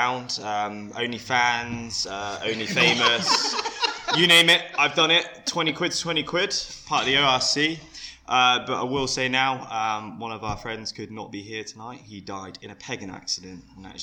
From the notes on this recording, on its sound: this is a pilot episode and as such there was a few teething issues with audio